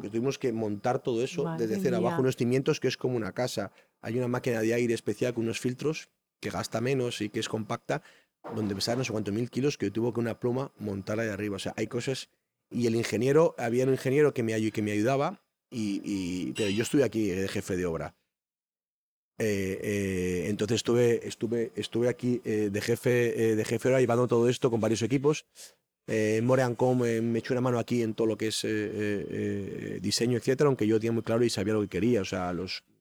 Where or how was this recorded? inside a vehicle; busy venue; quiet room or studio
busy venue